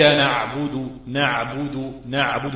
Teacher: مخرج وسط الحلق، منطقة وسط الحلق، وهو ما بين أقصاه وأدناه، ما بين أقصاه وأدناه، ويخرج منه العين والحاء